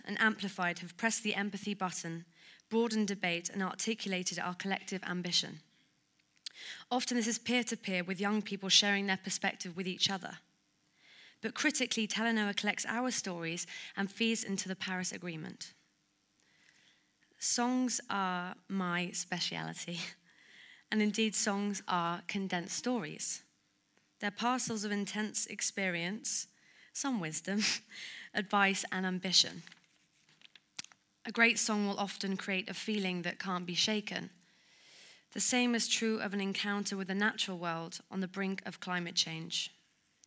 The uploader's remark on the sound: Recorded at the Royal Institution in London on the 29th November at the Talanoa Dialogue.